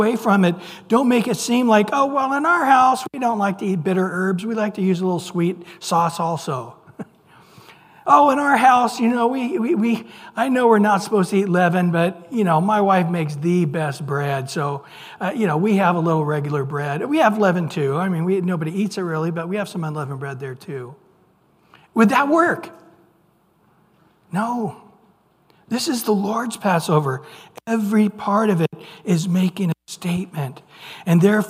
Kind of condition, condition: setting, large echoing room